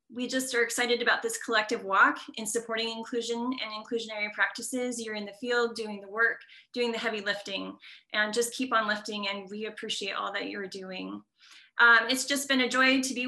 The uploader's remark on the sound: a live webinar on May 10, 2021